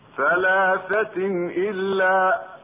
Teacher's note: تنوين وبعده همز، إظهار حلقي